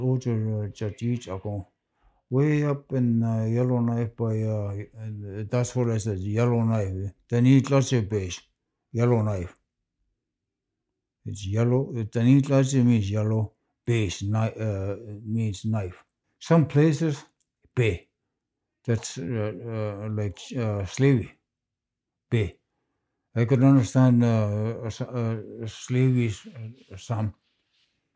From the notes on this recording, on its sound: in the child lake community hall